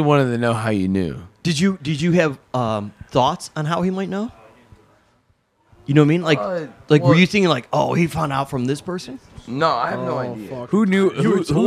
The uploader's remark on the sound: Live from the after after party